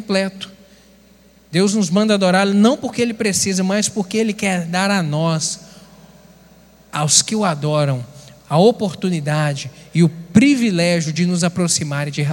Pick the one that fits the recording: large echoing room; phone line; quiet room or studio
large echoing room